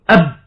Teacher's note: وإذا انحبس الصوت انحبس النفس ولا شك، فعندما تقول أب لا يخرج النفس ولا يخرج الصوت تماما حالة النطق بالحرف الشديد